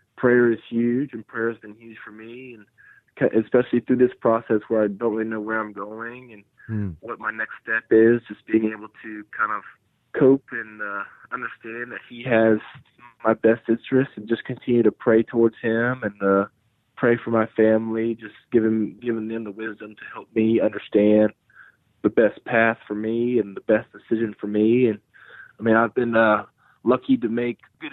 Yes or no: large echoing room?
no